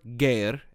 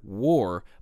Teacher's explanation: the French derivative has a G due to this sound shift, while the English version retains the original W sound, since English is a Germanic language.